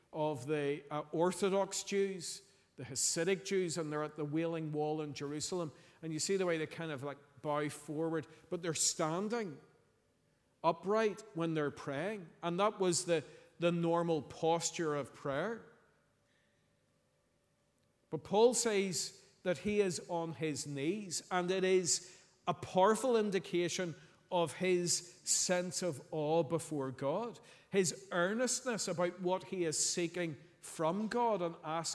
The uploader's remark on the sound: Sunday 26th November 2023 evening service